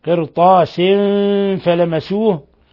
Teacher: قرطاس، لا تخفى تفخيم الطاء، قرطاس فلمسوه، تنوين كسر جاء بعده الفاء، إخفاء حقيقي